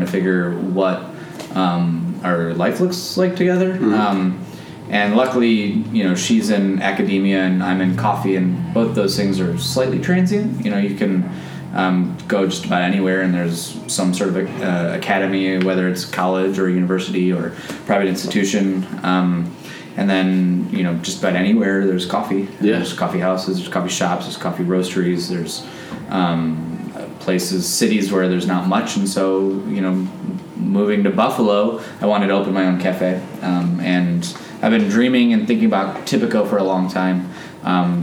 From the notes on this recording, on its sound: This episode was recorded in the basement of Tipico Coffee, the Cafe owned by our guest.